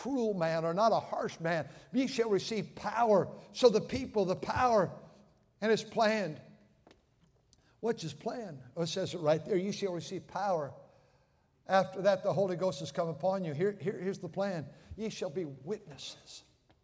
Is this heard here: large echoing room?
yes